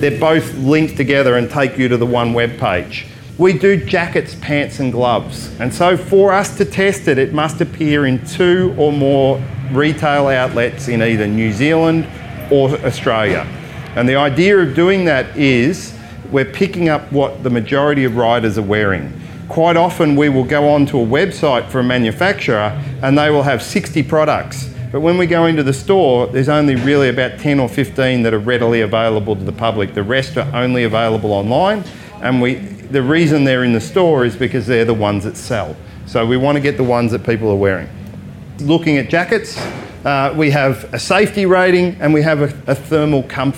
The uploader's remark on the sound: This talk was recorded live in The Lounge, at Shiny Side Up Kapiti 2020.